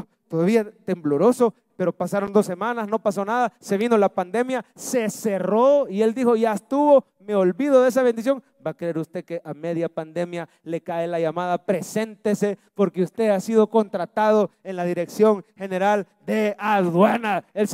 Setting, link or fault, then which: setting, large echoing room